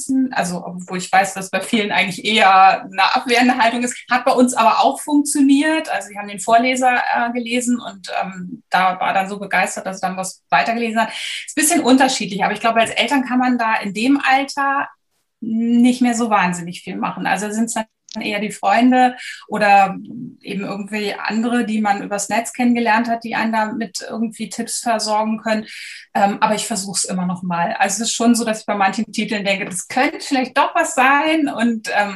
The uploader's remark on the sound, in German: Über Zoom im virtuellen Literaturhaus Frankfurt miteinander und mit dem Publikum verbunden. Die Fragen aus dem Publikum zum Ende des Gesprächs.